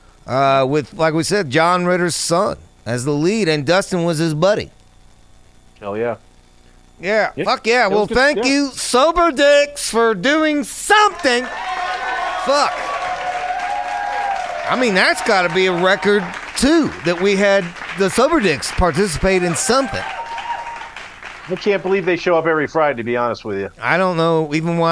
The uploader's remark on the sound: Live from Steve's every Friday!